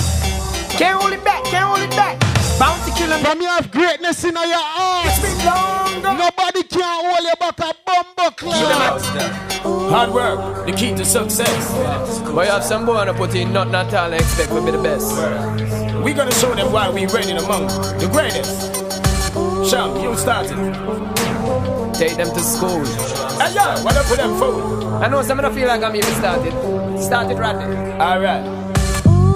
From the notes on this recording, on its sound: At Island Vibes, Nashville, TN... This is the live mix from the club.